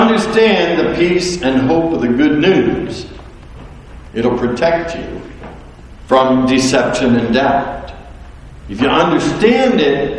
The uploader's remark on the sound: recorded live